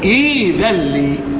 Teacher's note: ذلي أبدأ بها هكذا نعم، تبدأ بهمزة مكسورة. فإذا بدأت الكلمة بهمزة مكسورة أبدلت الهمزة الثانية الساكنة ياء لأنها تناسب الكسرة · Term: مد بدل